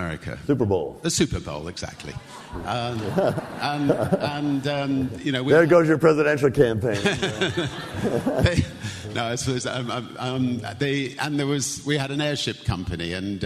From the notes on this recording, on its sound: In this special episode, we broadcast an interview that took place in October at the 2016 Forbes 30 Under 30 summit. Answer questions from the audience.